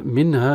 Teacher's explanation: النون ساكنة تظهر عند الهاء من حروف الإخفاء لا غنة فيها، وتنتهي بألف منها.